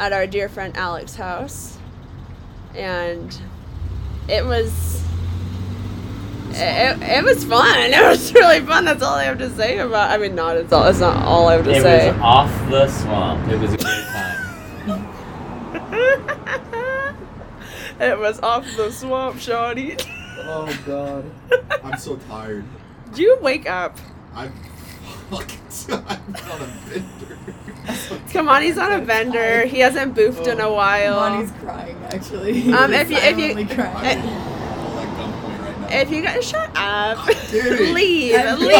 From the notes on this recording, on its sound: To an actual smoking porch. Expect lots of ambient sounds, wheeze laughs, drunken innuendo.